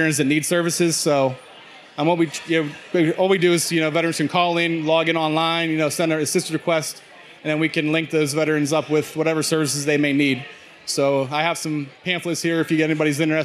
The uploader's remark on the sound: Recorded live July 27, 2016 at Spoonwood Brewing Company in Baldwin, Pennsylvania.